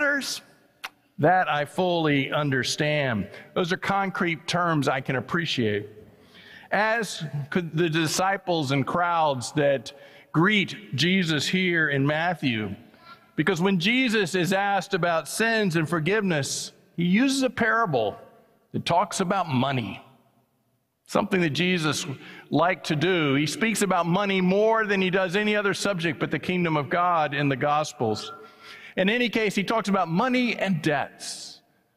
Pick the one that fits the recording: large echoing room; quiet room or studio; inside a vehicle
large echoing room